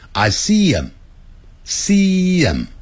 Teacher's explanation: 如果是这个老外在念这个字音念快的时候那个 him 那个 h 的音不见了